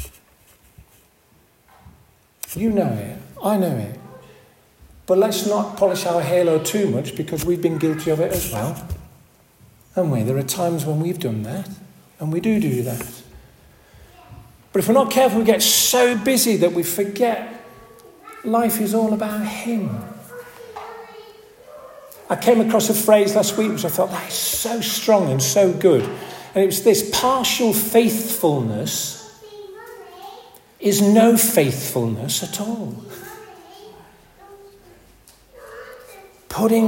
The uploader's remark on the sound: This audio recording was taken at the 10:30 Benefice Communion Service, on March 3rd 2024 in St Oswald's Church, Askrigg.